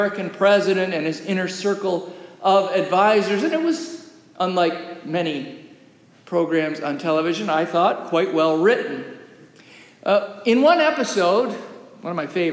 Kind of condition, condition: setting, large echoing room